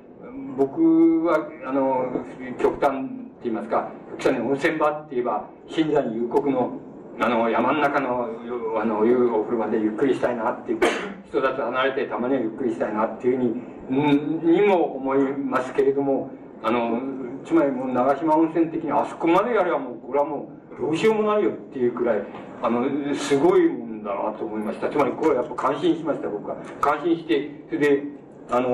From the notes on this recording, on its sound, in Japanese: 主催：NKK都市総合研究所 場所：大手町・日本鋼管本社ビル。8人連続講演会 「アーバンコンファレンス21」 として行われた講演。周辺ノイズが入るが 内容はクリアに聞き取れる。